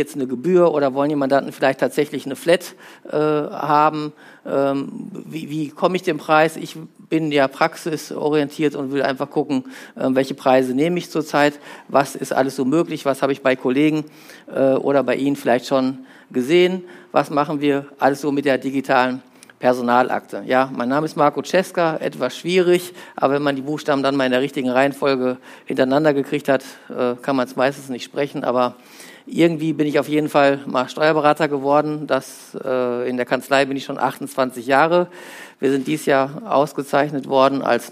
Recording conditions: live audience